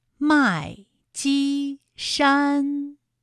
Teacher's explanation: 还有麦积山也是先四声，后面两个音都是一声